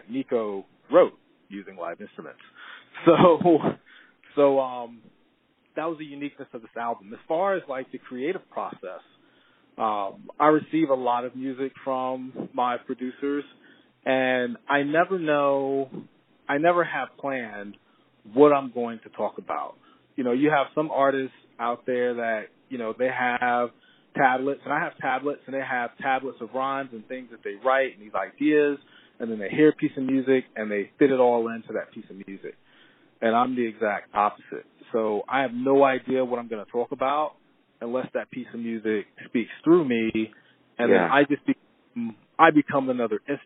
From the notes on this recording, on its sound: On the phone.